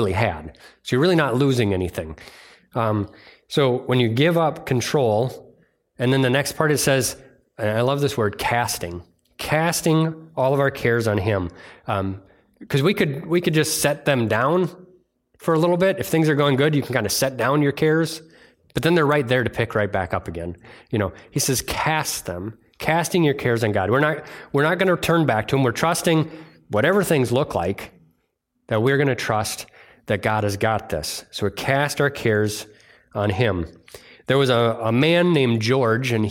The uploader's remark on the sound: delivered on Sunday, June 11th at Bible Center Church in Maiden Rock, Wisconsin